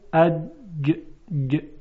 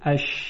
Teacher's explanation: خودتون میتونید این آزمایش رو انجام بدید، انگشتان خودتون رو بگذارید روی حنجره، یعنی روی سیب آدم، اون برآمدگی که زیر گلو هست، و جیم رو تلفظ کنید، اج ج. میبینید که لرزش تارهای صوتی احساس میشه، اما در شین اش هیچ گونه ارتعاشی در تار صوتی وجود نداره